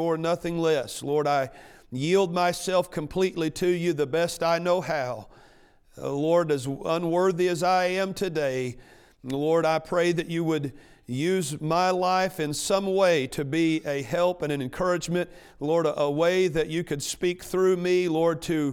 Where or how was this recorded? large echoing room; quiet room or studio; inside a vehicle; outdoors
large echoing room